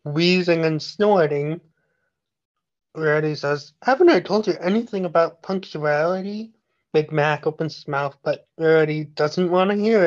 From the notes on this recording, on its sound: Sorry about the lag we were recording this podcast virtually.